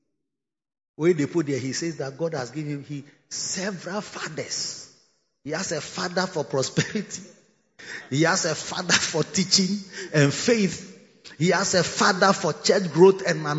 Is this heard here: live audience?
yes